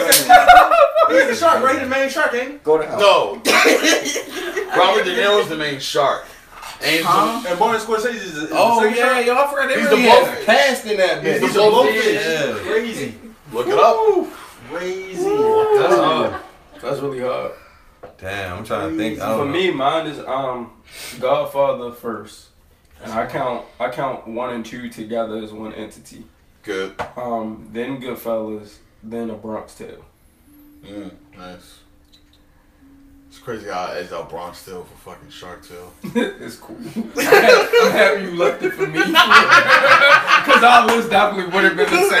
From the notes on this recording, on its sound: This episode has a lot of technical difficulties. If it seems like the convo just jumped to another point very abruptly, it absolutely did.